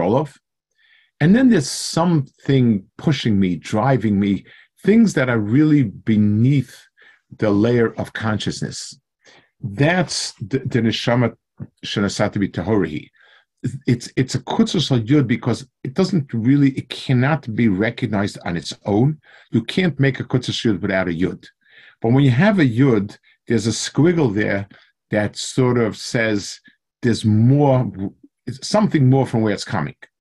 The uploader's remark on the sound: Delivered over Zoom to the YU Community Kollel in Los Angeles, CA.